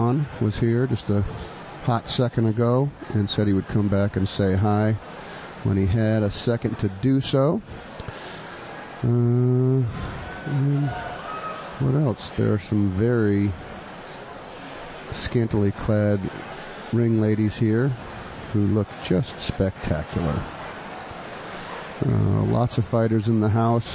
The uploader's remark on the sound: Calls all the intense action live at Combat Zone 63